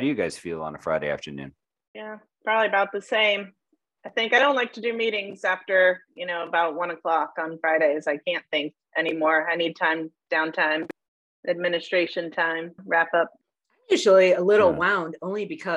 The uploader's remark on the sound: We're all different parts of the country. Through the magic of zoom we're here together.